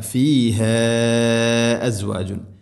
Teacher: വലഹും ഫീഹ, ഫീഹ അസ്വാജുൻ, മദ്ദിൻ്റെ അക്ഷരമായ അലിഫിന് ശേഷം ഹംസ, മദ്ദ് മുൻഫസിൽ, നാലോ അഞ്ചോ ഹർക്കത്ത് വരെ നീട്ടാവുന്ന മദ്ദാണ്